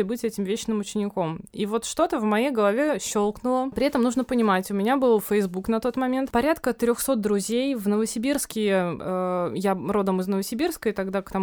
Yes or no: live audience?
no